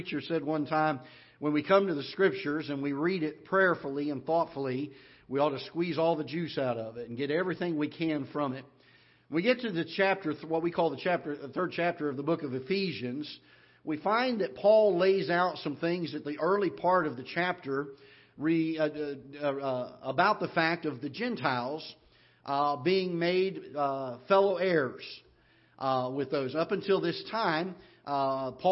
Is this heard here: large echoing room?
yes